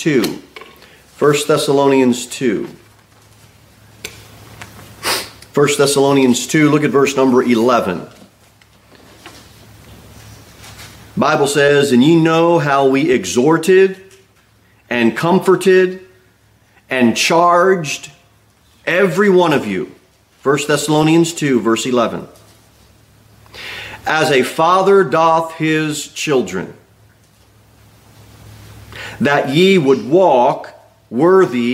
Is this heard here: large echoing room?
yes